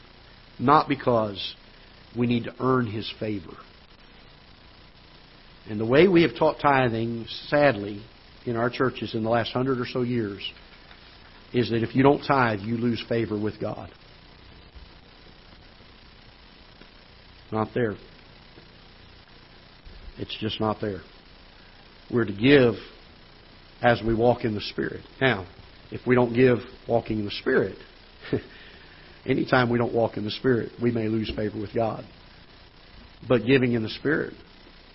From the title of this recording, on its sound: Ketha Heights Baptist Church ~ Live Broadcast